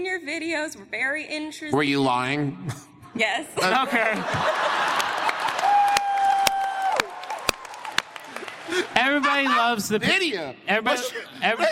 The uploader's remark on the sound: this one's actually from our performance at PodCon 2017 in beautiful, foggy Seattle!